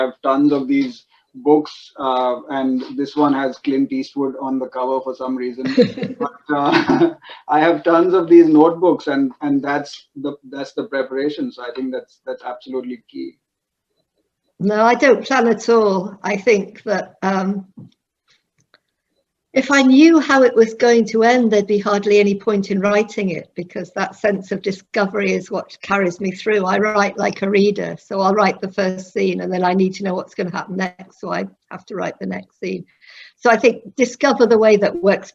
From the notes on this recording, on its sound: This episode is the audio version of a live online session at #JLFToronto2020.